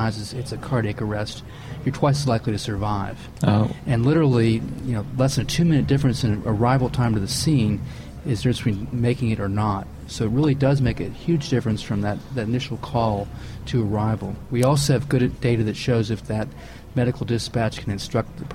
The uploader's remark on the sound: From the show floor at EMS Today.